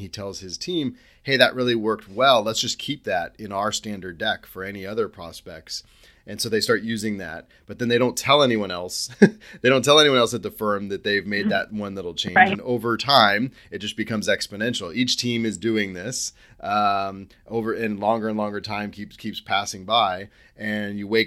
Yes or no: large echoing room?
no